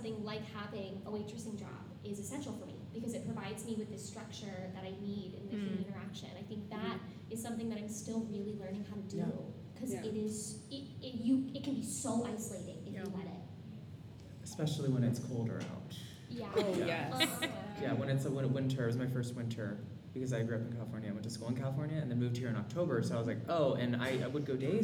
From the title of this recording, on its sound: BroadwayCon Panel